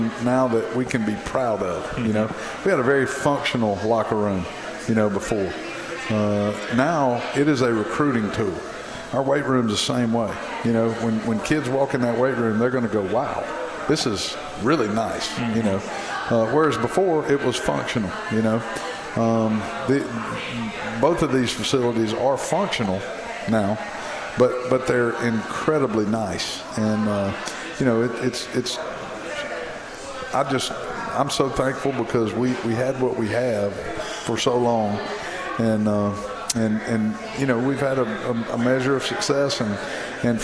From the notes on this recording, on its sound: with the show being broadcast live from Moes Original Barbecue in Old Cloverdale